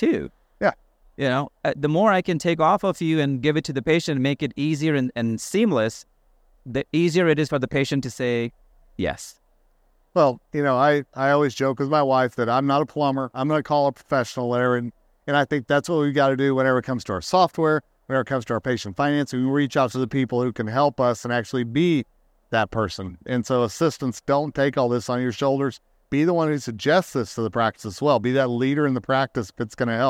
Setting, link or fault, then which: setting, busy venue